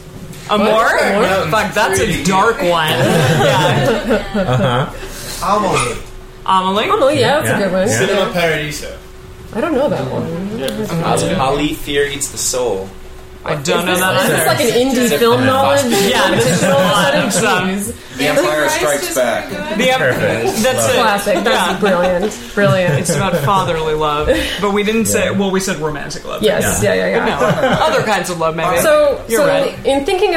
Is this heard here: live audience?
yes